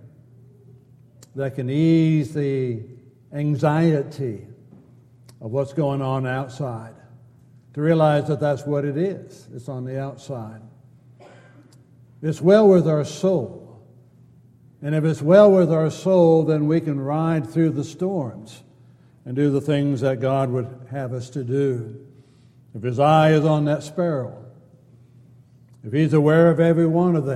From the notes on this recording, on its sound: Downtown Church Of Christ Audio Sermon